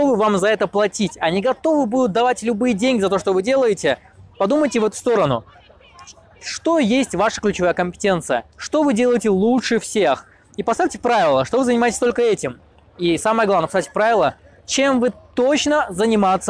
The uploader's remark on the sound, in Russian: Это видео я записывая в значимом месте - за моей спиной Нотр-Дамм-де-Пари, Париж, Франция.